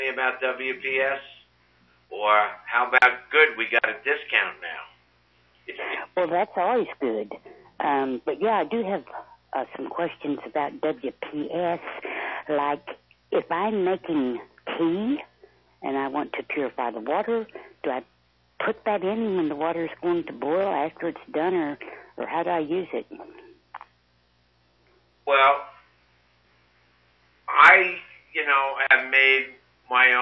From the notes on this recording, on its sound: Live call-in show aired on May 29, 2018.